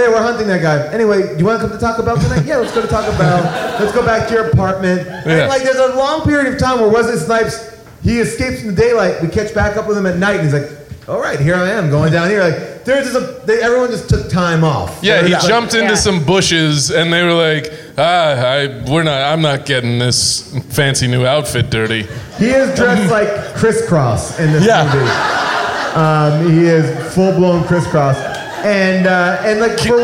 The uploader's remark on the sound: Recorded LIVE at SubCulture in New York